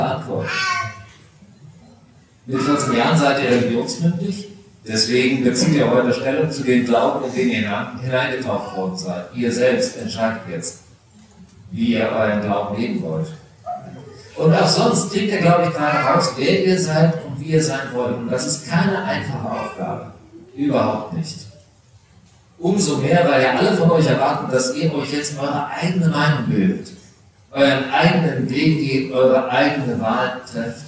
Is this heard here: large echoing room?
yes